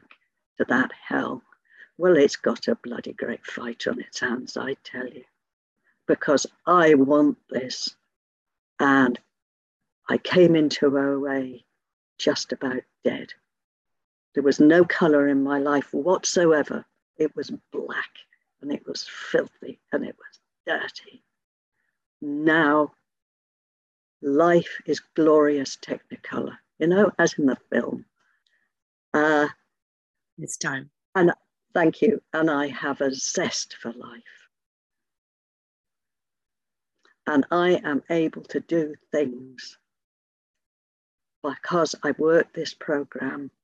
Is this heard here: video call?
yes